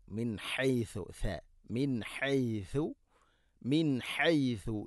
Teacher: ഉച്ചരിക്കുമ്പോൾ നാവിൻ്റെ അറ്റം മേലെയും താഴെയുമുള്ള പല്ലുകൾക്കിടയിലൂടെ അല്പം പുറത്തോട്ട് വരണം മുൻഭാഗത്ത്